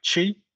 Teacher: And my name is actually the second tone. So it goes up.